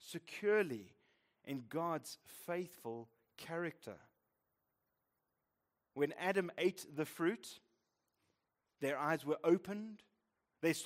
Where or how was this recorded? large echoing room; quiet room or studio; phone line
large echoing room